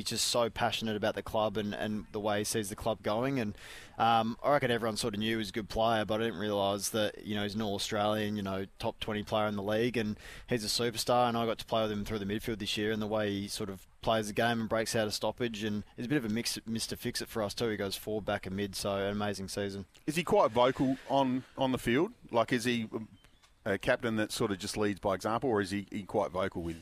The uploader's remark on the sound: live from the grand opening of Tool Kit Depot Seaford